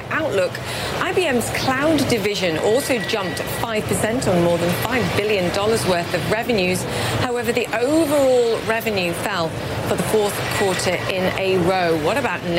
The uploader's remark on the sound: live from the New York Stock Exchange